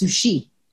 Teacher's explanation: The emphasis is on the final syllable.